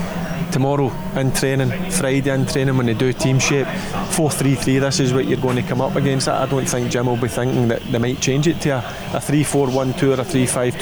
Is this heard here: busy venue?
yes